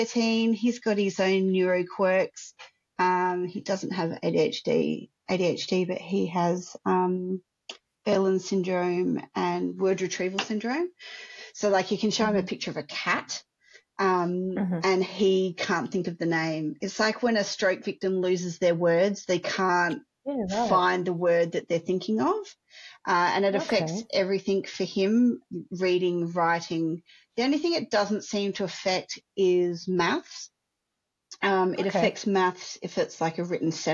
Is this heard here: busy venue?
no